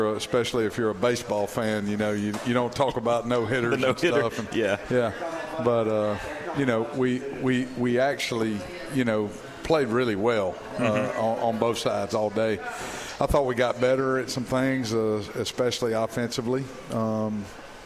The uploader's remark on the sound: at the live broadcast of the show at Moe's Original Barbecue in Old Cloverdale